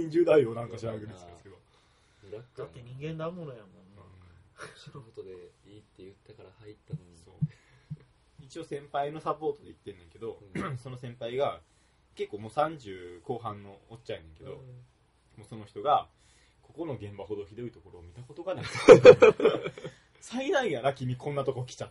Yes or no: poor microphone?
yes